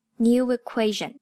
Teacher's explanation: New 是元音 U 结尾， Equation 是元音 E 开头，所以两个元音相连， New equation 连读